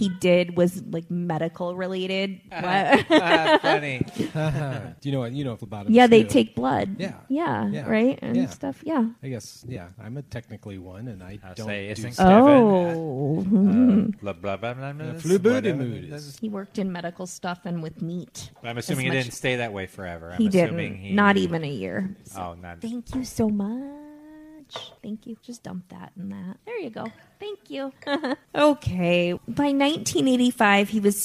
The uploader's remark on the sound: Live Brewery Show. Live From The Brewery!